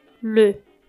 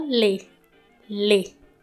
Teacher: E le, que é o artigo no plural, é bem mais aberto. Le, os lábios são bem arredondados e fechadinhos. Le. E le, os lábios são abertos como se você estivesse sorrindo. Você faz um sorriso como se você fosse tirar uma foto e fala le.